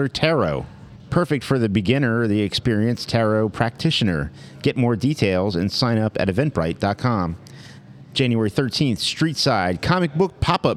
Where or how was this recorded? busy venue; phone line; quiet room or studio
busy venue